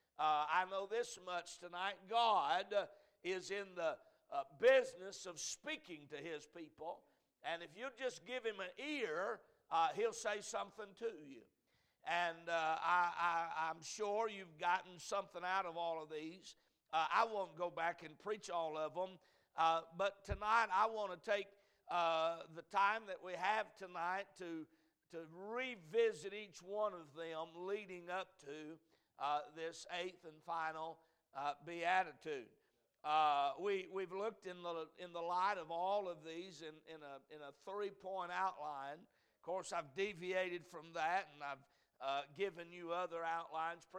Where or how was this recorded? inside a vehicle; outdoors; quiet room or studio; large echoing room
large echoing room